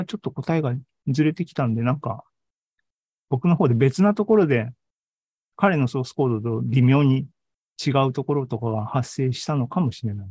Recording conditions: video call